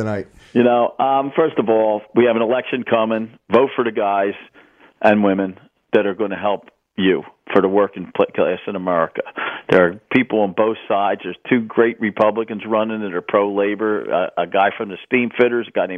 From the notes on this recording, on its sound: special listener call in hour